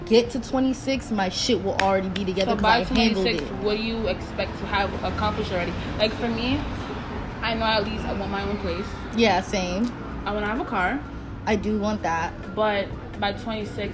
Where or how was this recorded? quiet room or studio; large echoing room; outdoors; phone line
outdoors